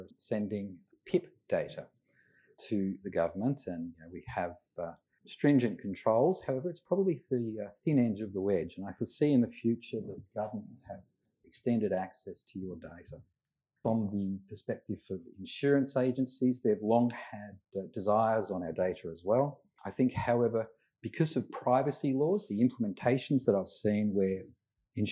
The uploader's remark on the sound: Live from GP22 the RACGP National Conference. This podcast is recorded live from GP22, therefore the audio is of lower quality.